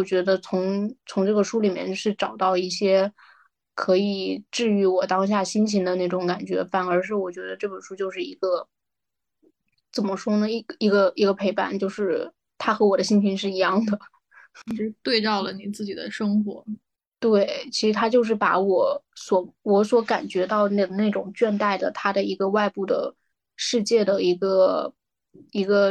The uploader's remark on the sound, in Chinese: 又是线上录制的一期。我们又开始了新一轮的居家办公模式。